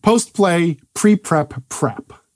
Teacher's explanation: repeated initial unvoiced bilabial plosive